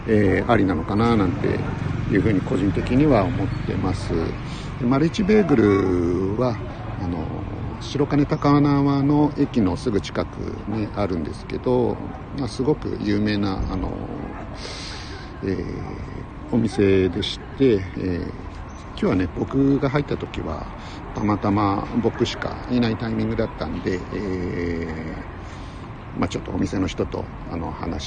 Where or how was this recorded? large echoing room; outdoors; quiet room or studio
outdoors